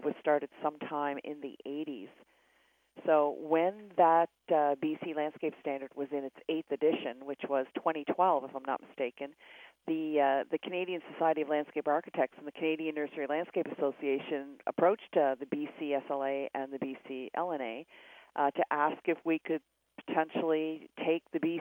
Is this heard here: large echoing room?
no